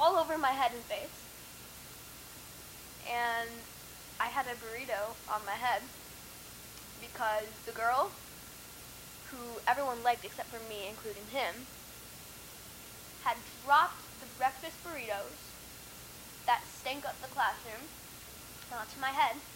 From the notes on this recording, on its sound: Please excuse the unpleasant microphone quality